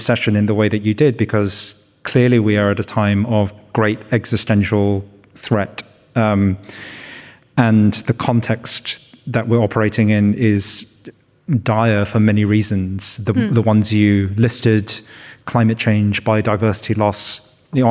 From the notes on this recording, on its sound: Live at The Capitol for a revelatory conversation. This event was presented in partnership with RMIT Culture. It was recorded on Saturday 14 October 2023 at The Capitol as part of Spring Fling.